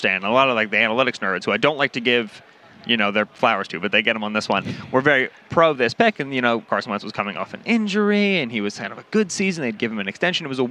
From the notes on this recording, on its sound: Live from Radio Row in Arizona!